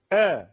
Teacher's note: جاية عن اندفاع الهواء بعد فتح الأحبال الصوتية فجأة، فتنفتح، كانت مغلقة تماما فانفتحت فخرج الهواء المنضغط، خرج الهواء · Term: حرف الهمزة